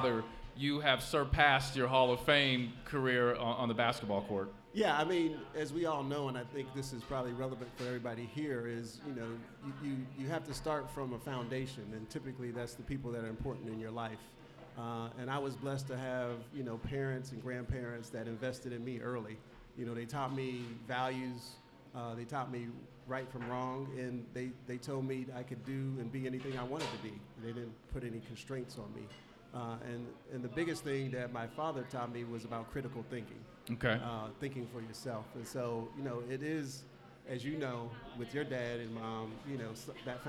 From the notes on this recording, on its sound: LIVE at Mio's.